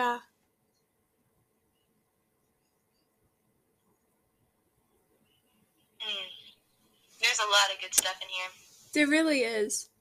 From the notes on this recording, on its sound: Welcome to Cozy Convos in the Car!